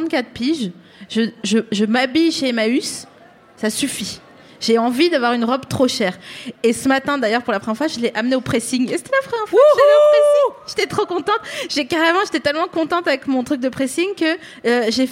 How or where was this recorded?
busy venue